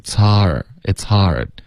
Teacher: 你要嘴巴张开大一点发这个啊的音再滑到一个 r